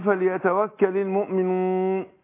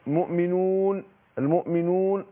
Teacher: بعض الناس بيطلع الواو هنا من الخيشوم، ولا عمل للخيشوم في مخرج الواو · Shown in: second take